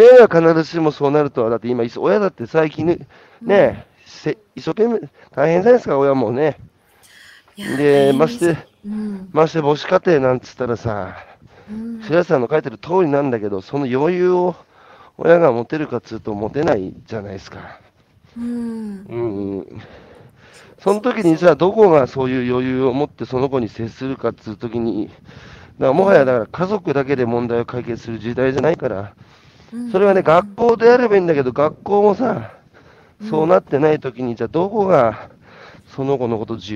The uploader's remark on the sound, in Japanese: 歩きながら1時間、対談する